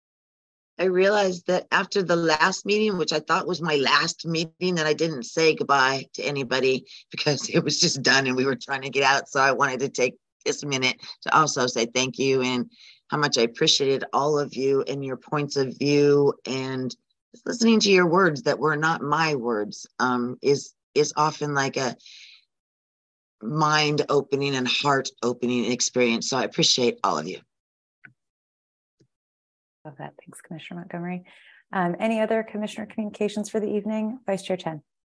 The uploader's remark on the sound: Open Government Commission Meeting - ZOOM